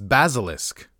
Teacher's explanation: the first S is more like a Z